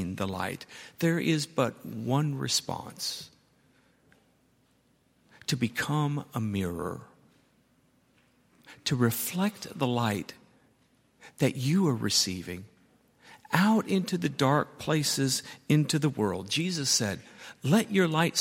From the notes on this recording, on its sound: at Highland Baptist Church